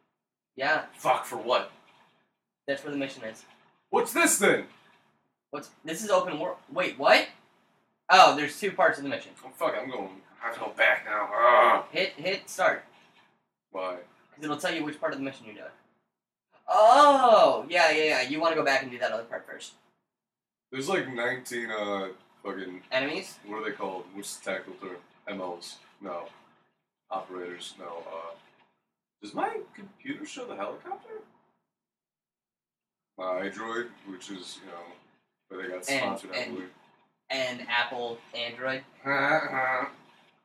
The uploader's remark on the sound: DISCLAIMER: We had some technical difficulties while recording that we didn't realize we had while recording. Do excuse the unusually bad sound quality.